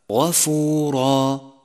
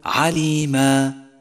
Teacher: إذا أردت أن تقف عليها تقف عليها بألف زمنها حركتان · Term: مد العوض